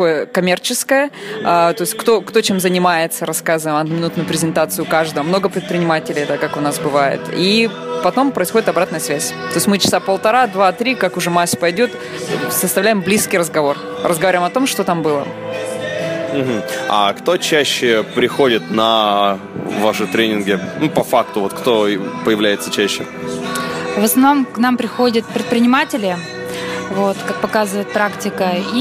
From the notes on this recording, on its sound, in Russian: За уютное помещение спасибо Грин Бару